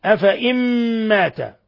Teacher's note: نون ساكنة جاء بعدها الميم إضغام بغنة